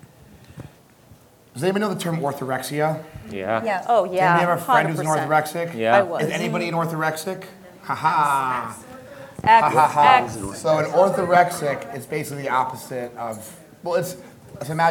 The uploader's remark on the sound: LIVE Panel Discussion From BioHacking Congress. I shared my live keynote lecture from a recent event in Miami, Florida called Biohacking Congress.